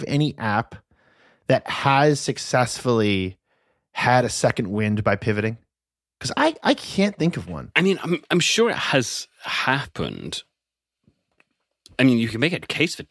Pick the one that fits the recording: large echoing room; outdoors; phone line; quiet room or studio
quiet room or studio